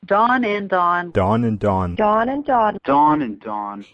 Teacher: It's called the low back merger because we consider those low back vowels, the ah and the ah.